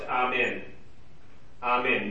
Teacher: No emphasis on either syllable